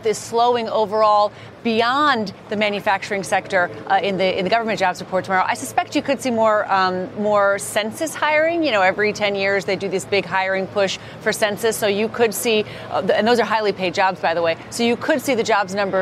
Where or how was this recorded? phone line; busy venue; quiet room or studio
busy venue